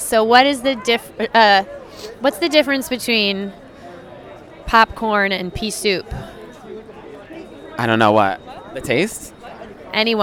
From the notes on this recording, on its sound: live from opening night of Harmony on Broadway